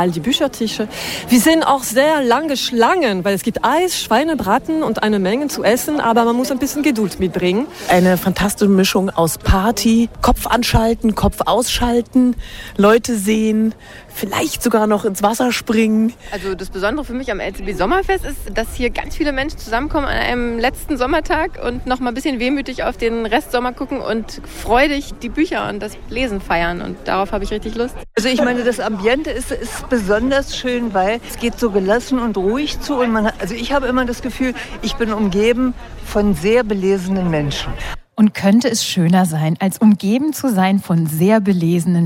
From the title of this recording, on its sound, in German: live vom Sommerfest des LCB